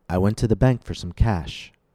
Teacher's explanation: using cash as your focus word. Make its vowel the longest and its pitch the highest.